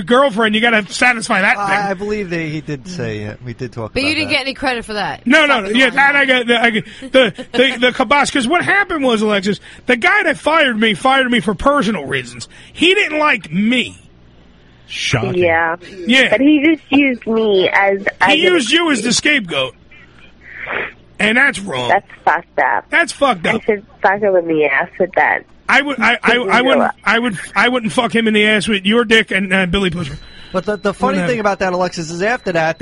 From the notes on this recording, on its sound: Joins us on The Phone